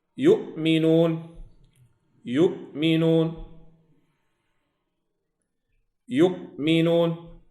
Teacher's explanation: الهمزة الوحيدة التي لا يسمع صوتها لا بهمس ولا بقلقلة